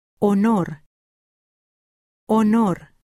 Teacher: In most Spanish dialects, the combination CH sounds just like the English. But the letter H on its own has no sound in Spanish. · Term: muda